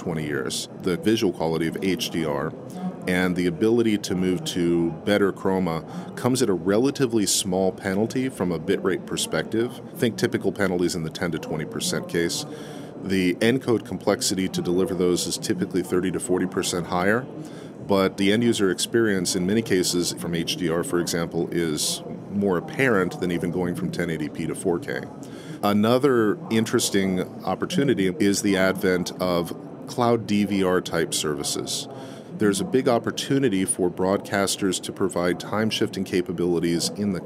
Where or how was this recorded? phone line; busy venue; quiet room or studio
busy venue